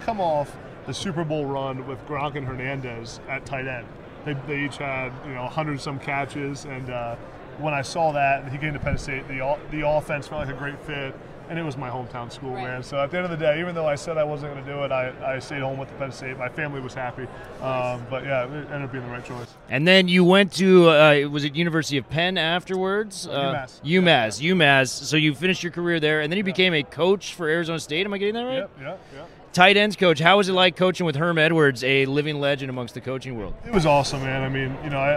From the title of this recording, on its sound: Live From Super Bowl Radio Row